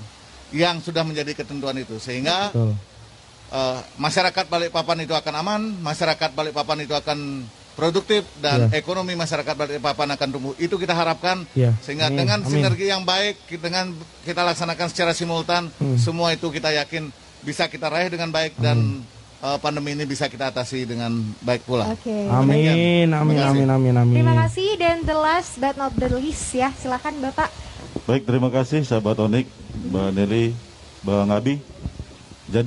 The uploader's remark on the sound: Perbincangan sore live dar Plaza Balikpapan